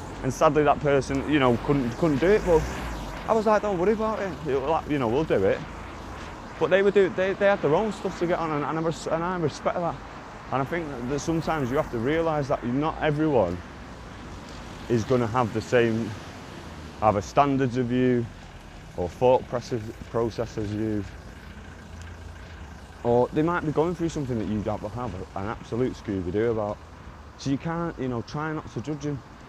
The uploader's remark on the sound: I was walking to work and decided to press record apologises with the sound but stick with it.